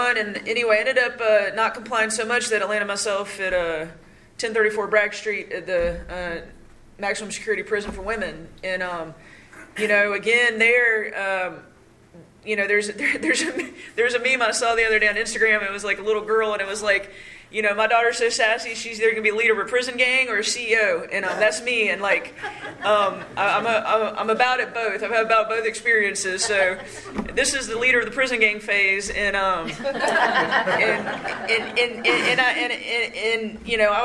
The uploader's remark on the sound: at the 3rd Practice These Principles Conference in Cary NC on Dec 9 2023